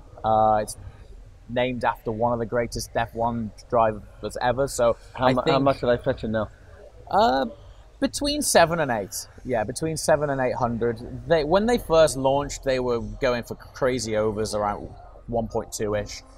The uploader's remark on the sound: In this special episode, recorded in Miami and direct from the Gumball Rally.